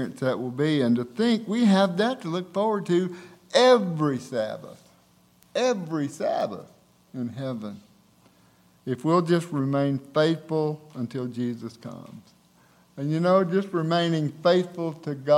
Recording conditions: large echoing room